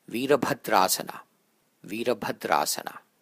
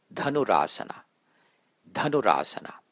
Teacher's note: As you can see, the B in Virabhadra and the D in Dhanu are aspirated.